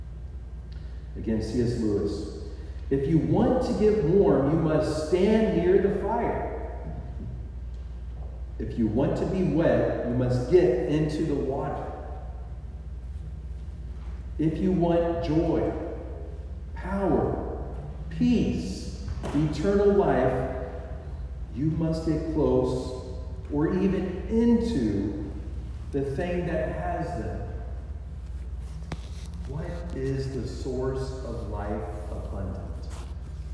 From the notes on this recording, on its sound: The sound quality is lacking. It is like “listening in a tunnel.”